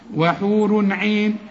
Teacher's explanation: دي مفتوحه ودي مفتوحه، وحور عين، هنا وحور تنوينه بعد عين، ما دام في تنوينه بعد عين ما تغنش